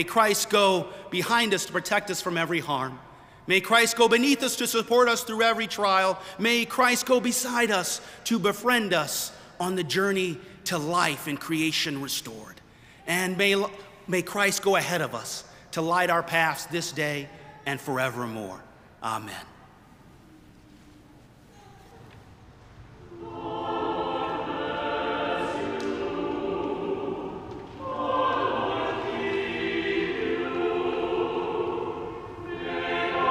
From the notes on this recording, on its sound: The worship service recording includes both pre-service and post-service music.